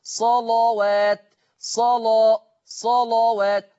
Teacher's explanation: التغليظ قولا واحدا لأن اللام مفتوحة ومسبوقة بصاد مفتوحة. هكذا صلوات، صلا، صلوات. · هكذا صلوات، صلا، صلوات. ولكن لاحظوا أن تغليظ اللام لا يطغى على ترقيق الواو، لاحظوا أن تغليظ حرف اللام لا يطغى على ترقيق حرف الواو.